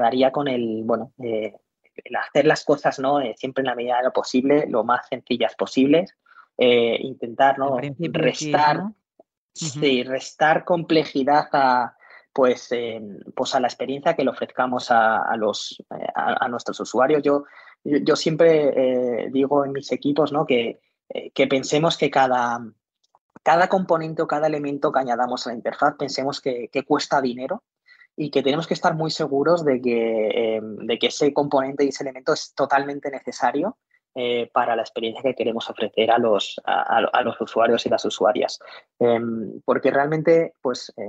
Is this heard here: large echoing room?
no